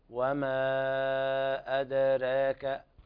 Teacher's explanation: المد بمقدار 3 ألفات عند ورش، يعني مد 6 حركات، هذا مد من قبيل الواجب لورش.